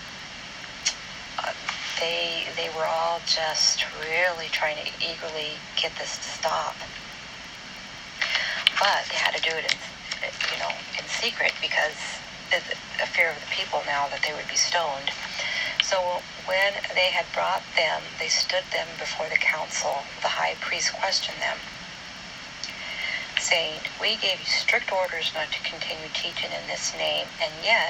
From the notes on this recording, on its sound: It’s not a very good recording.